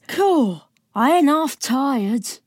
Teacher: So it's not a nasal voice and it's not in the throat. It's quite breathy. So if you could say in your breathy voice, cool, I ain't half tired.